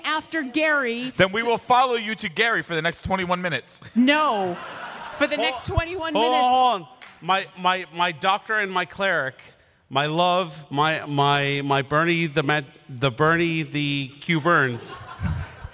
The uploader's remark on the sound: RTX 2017 Live Game. The audio from our 2017 RTX live D&D panel!